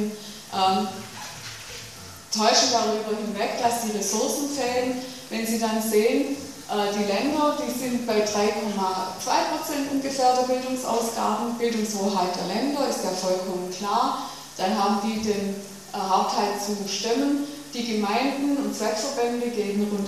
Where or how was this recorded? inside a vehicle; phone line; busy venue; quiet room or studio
busy venue